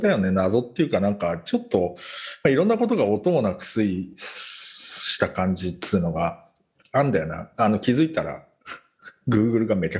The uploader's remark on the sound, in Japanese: 本収録はビデオ会議サービス「Zoom」を使用し。一部聞き取りづらい箇所があります。